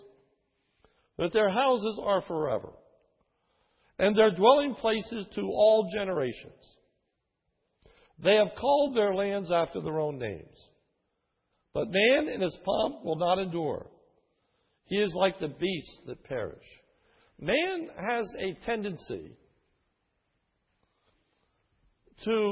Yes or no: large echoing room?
yes